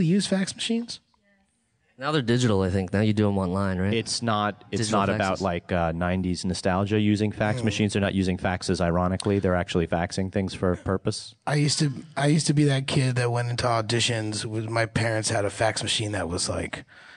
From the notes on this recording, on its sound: LIVE from Los Angeles at Stan Lee's Comikaze 2015